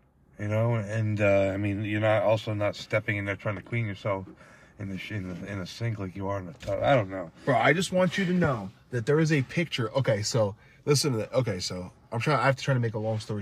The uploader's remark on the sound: we’re in the car